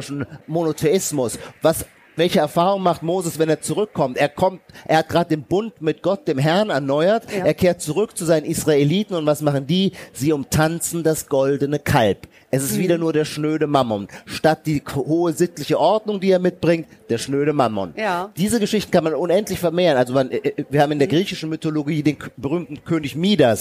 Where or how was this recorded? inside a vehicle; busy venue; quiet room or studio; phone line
busy venue